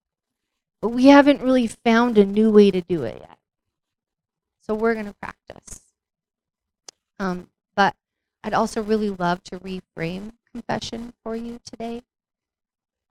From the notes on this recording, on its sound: We had issues with our sound quality throughout.